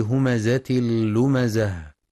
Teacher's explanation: ويراعى بيان صفة الصفير في الزاي مع تحقيق كسر اللام المشددة والوقف على التاء المربوطة هاء ساكنة مع بيان صفة الهمس.